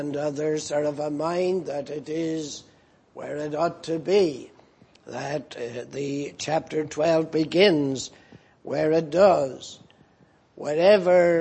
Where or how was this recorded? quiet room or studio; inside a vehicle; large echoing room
large echoing room